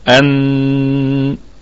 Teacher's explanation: أن لهم الهمزة أصلية تثبت في البدء والوصل، والنون في أعلى درجات الغنة ونقف عليها بالغنة